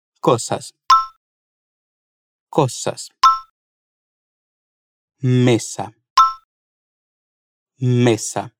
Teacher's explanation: Aqui, quero chamar a sua atenção para a pronúncia do S, nas palavras cosas e mesa. O som é de S mesmo, não de Z como em português.